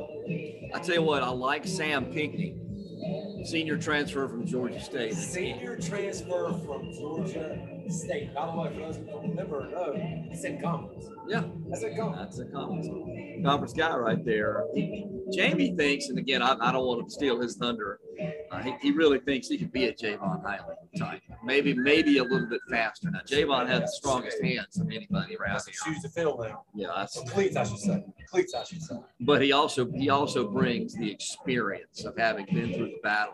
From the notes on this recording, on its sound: live at the Spring Game!